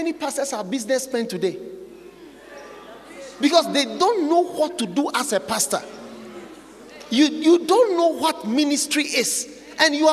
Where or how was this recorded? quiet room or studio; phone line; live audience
live audience